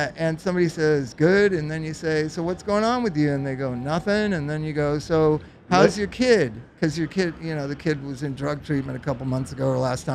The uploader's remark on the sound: Live from OhanaFest.